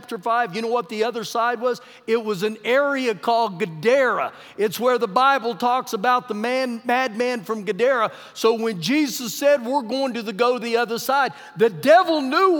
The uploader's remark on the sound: Recorded live during our Wednesday night service